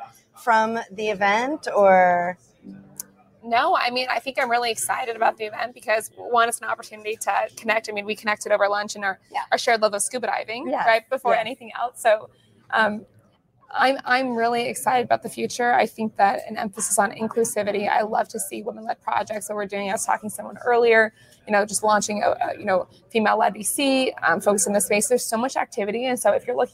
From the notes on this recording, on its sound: coming to you live from Coin Agenda at Puerto Rico Blockchain Week